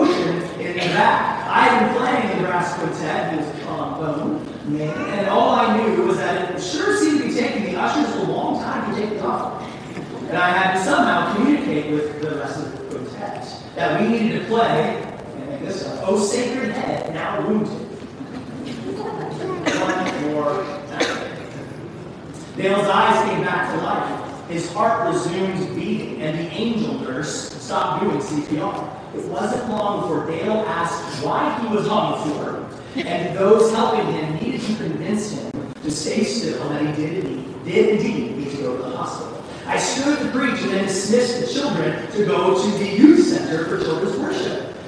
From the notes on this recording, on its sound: Easter Sunday - apologies for the poor audio quality!